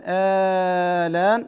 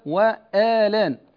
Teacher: وعند ورش يأتي هذان الوجهان، لكن كما قلنا ورش ينقل الحركة إلى الساكن، فورش يقرأ آلان. وعلى هذا يجوز له في الألف الأولى هذه الإشباع على عدم الاعتداد بحركة النقل كأنها غير موجودة، ويجوز له القصر على الاعتداد بحركة النقل. إذن مع الإبدال عنده وجهان، آلان هكذا وآلان.